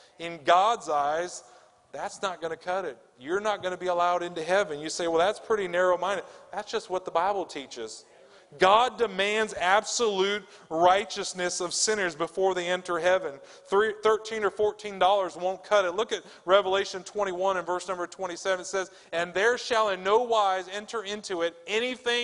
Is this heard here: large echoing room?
yes